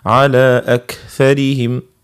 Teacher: الكاف عندها صفة اسمها الهمس، يخرج معها شوية هواء